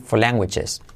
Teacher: Y ese for la R la podemos omitir, podemos decir for languages.